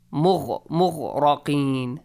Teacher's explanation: وحال بينهما الموج فكان من المغرقين. Make sure غا is a heavy letter. را is a heavy letter. You gotta pronounce them heavily.